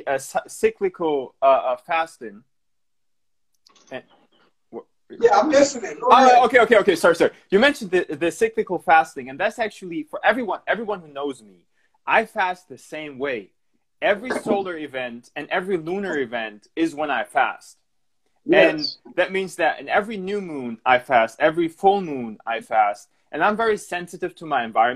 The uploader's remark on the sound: IG Live conversations.